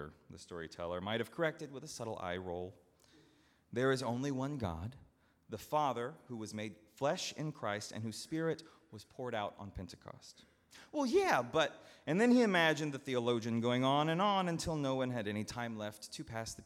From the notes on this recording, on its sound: at Northminster Church on June 16, 2019